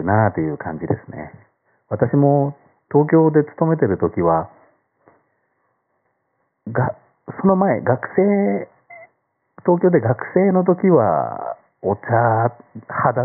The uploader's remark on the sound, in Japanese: ジョグジャカルタ インドネシア。日本とは2時間の時間差があるジャワ島より。携帯電話のマイクに直接話しかける感じでお話してみました。お聞き苦しい点ご容赦ください。当コンテンツは音声プラットフォームアプリstandfmで放送したものです。